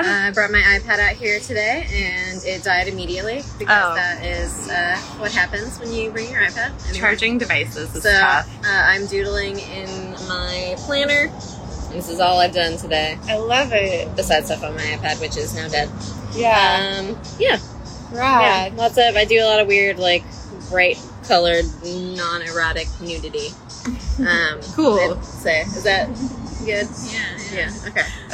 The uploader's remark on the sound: This episode is a wonderful and extemporaneous gathering of artists; all thanks to the sun shining in Portland while sitting outside of a coffee shop.